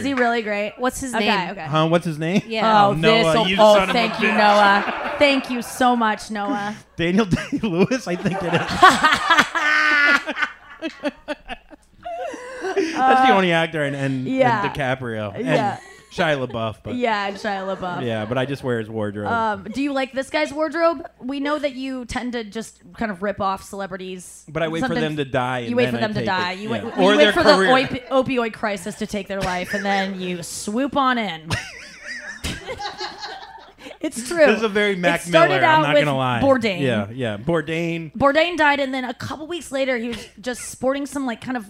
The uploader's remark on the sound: … and did a Live Pod from Joe's Cafe.